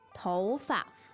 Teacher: so 头 is second tone, and 发 is like neutral here